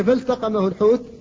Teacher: اللام ساكنة وبعدها التاء وهما لسانيتان ومع ذلك لا ادغام هنا